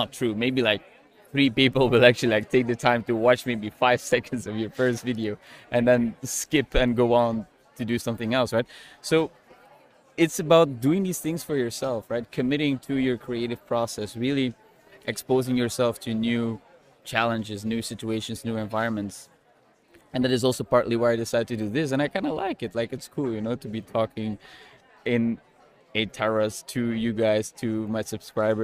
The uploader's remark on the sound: Today I decided to go work at one of my favourite terraces in Budapest and I decided to record a short Authenticity Talks episode while I was waiting for my video to export.